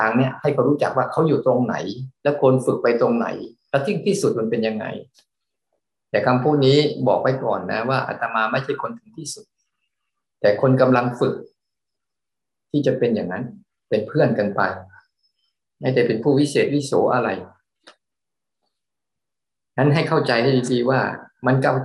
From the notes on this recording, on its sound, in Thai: เป็น 1 ใน 3 คอร์สออนไลน์ (ผ่านโปรแกรม Zoom)